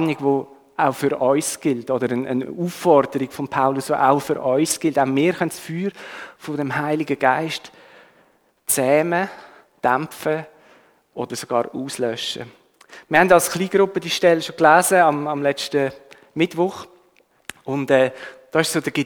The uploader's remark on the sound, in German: Die Aufnahme wurde im 9:15 Uhr Gottesdienst gemacht.